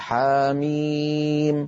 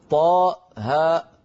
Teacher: في القرآن العظيم لا تنطق مهموزة · Shown in: first take · يعني لا نقول حاء ميم بل نقول حاميم، لا نقول طاء هاء بل نقول طاها.